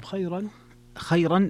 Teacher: فيها الترقيق الراء لورش